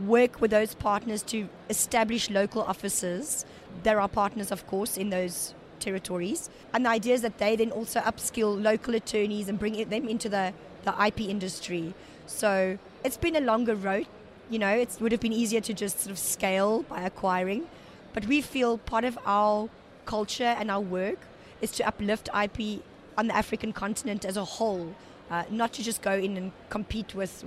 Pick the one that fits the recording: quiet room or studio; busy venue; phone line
busy venue